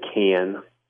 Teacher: the word C-A-N sounds like can, a raised A